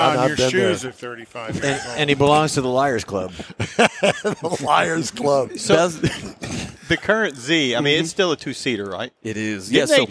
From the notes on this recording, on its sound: we bring you the excitement from the 41st annual Houston Autoboative Show